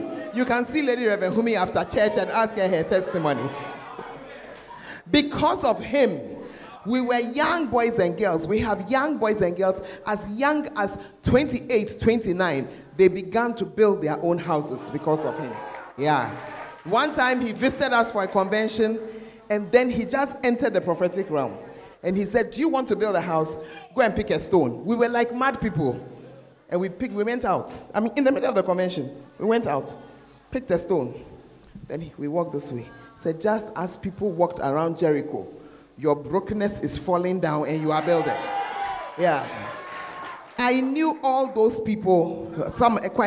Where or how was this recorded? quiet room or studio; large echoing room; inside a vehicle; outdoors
large echoing room